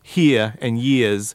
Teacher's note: when he says here and years, he's dropping those R's